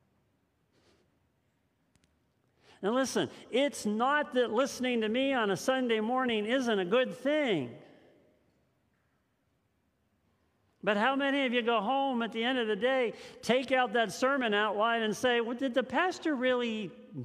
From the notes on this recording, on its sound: This message was first preached on October 10th 2021 at Linglestown Life Church in Harrisburg PA.